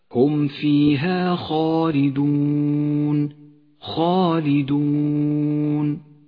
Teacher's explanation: ولاحظ هذه الخاء المفخمة، حرف استعلاء مفتوح جاءت بعده ألف وهي أعلى مراتب التفخيم